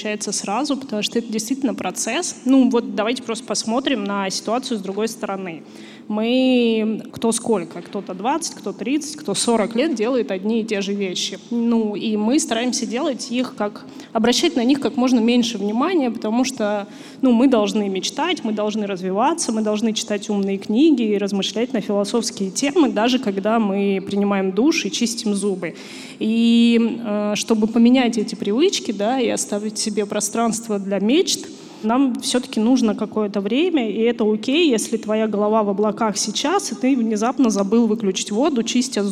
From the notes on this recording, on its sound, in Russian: Live в музее «Гараж». Этот выпуск записан в партнёрстве с Garage Radio.